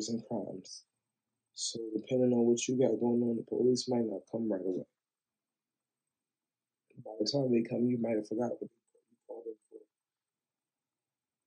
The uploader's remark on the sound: I put a band aid on the audio wrenched it off and threw it on the table. My new microphone sucks, I do apologize.